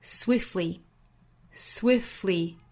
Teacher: 我们按照原声的主播这个读法把这个 t 的发音略掉